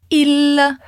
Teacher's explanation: Na hora do L, a língua encosta lá na parte de cima da boca, logo atrás dos dentes superiores, e de repente desce.